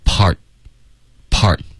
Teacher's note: Part 的特我们省略，用一个干脆的停顿做结尾。